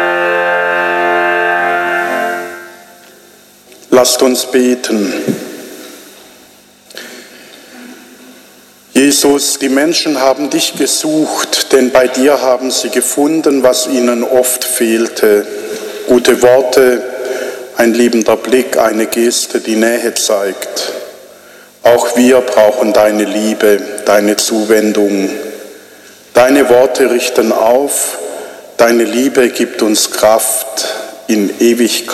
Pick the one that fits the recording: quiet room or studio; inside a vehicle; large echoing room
large echoing room